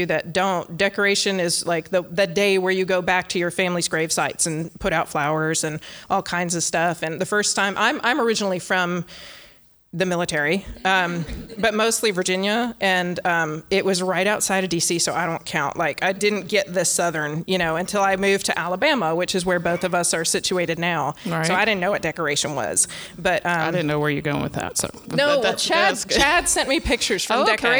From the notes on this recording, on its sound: LIVE from the PodX convention in Nashville.